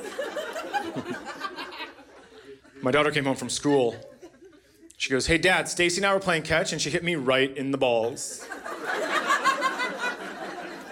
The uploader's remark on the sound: Recorded live at the Acme Comedy Co. In Minneapolis.